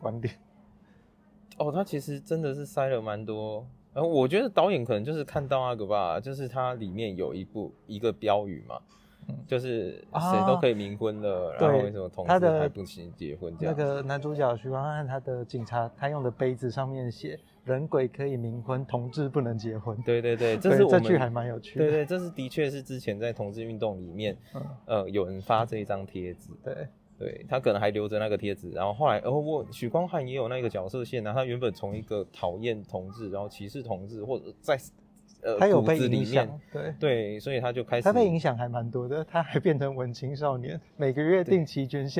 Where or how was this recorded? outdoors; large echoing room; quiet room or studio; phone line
outdoors